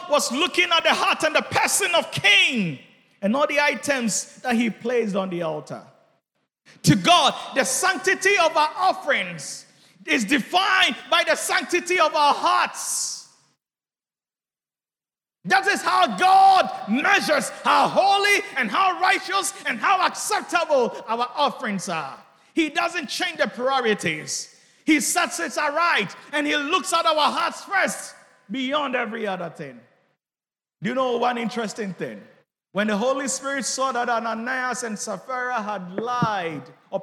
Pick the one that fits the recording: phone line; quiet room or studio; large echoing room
large echoing room